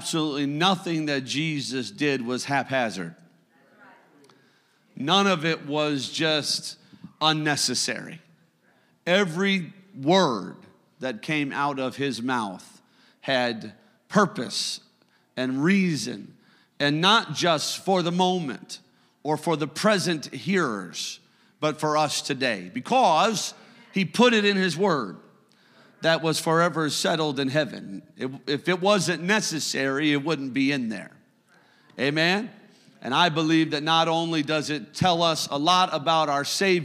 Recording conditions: live audience